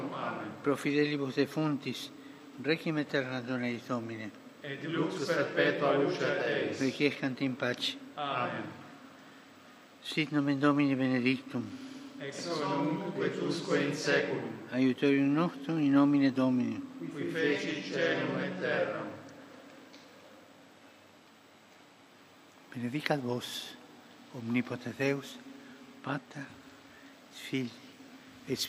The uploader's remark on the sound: FROM ST.PETER'S SQUARE, RECITATION OF THE ANGELUS PRAYER.